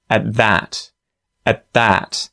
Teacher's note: the at reduces that T. The T disappears, it gets muted and goes straight into the TH sound at the start of that. · Term: connected speech